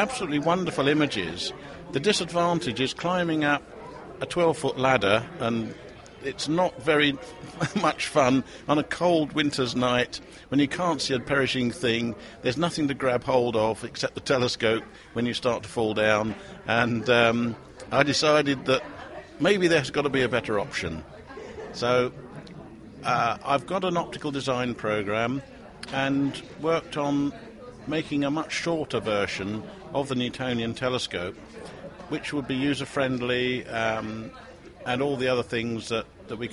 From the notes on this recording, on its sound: This month we took our brand new recording kit to Astronomy Now's Astrofest 2007 to talk to some of the exhibitors and visitors.